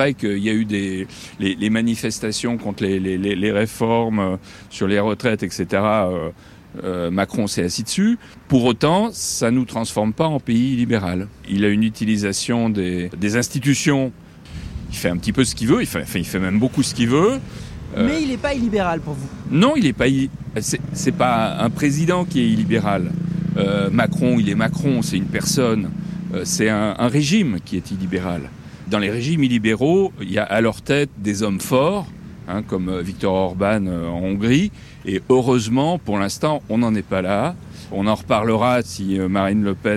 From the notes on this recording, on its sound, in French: On vous a posé la question dans le micro-trottoir de ZoomZoomZen.